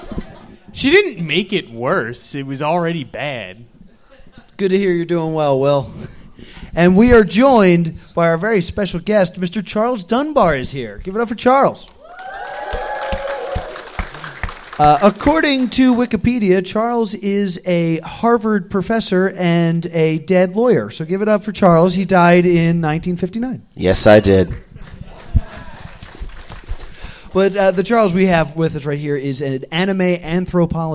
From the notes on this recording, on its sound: We are (were) live from Nekocon!